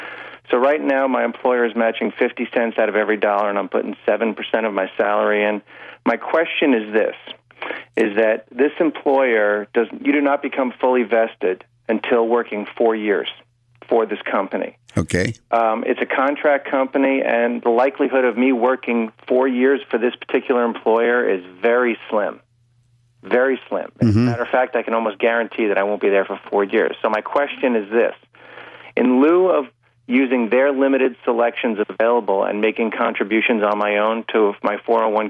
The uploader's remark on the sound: Financial planning call-in show.